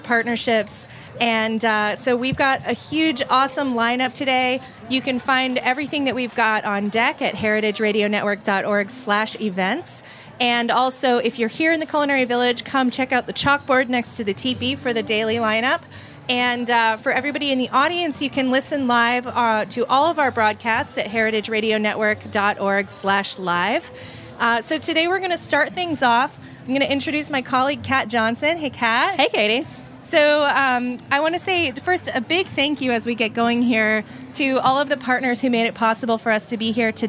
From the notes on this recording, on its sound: To kick off Charleston Wine + Food, we catch up with one of our favorite Charlotte-based chefs at the Springer Mountain Farms campfire!